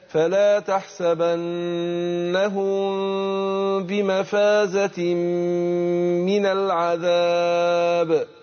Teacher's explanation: الميم هنا الساكنة وبعدها الباء هتخفى الميم عند الباء · Term: الإخفاء